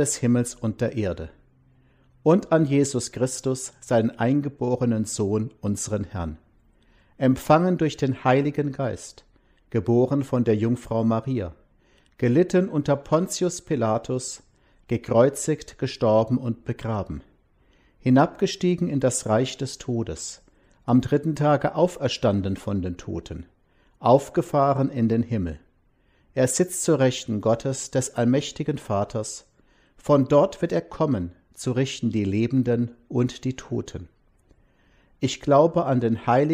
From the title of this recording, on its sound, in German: Gottesdienst am Palmsonntag 2021